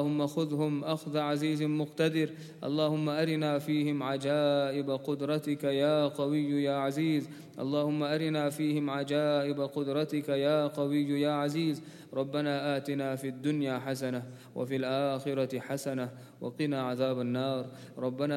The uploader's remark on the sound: at the Houghton Masjid (West Street)